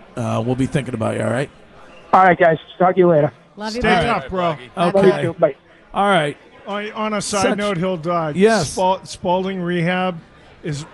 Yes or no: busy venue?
yes